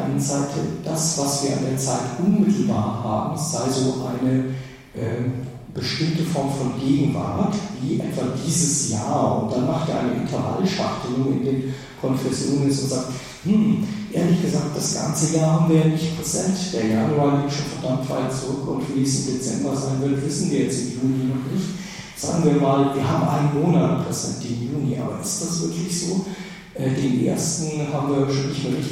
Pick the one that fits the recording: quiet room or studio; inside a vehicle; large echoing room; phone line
large echoing room